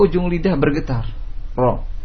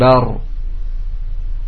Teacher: Hurufnya hanya satu, yaitu ro. Ro, ketika antum menyebutkan huruf ro, maka ujung lidah bergetar · Term: takrir